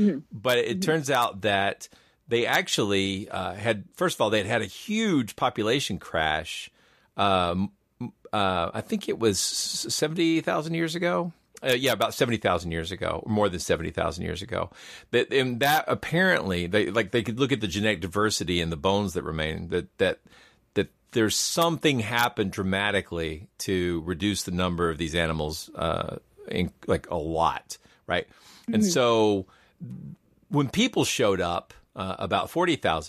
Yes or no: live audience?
no